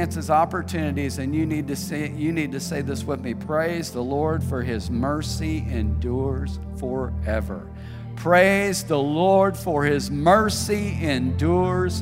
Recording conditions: large echoing room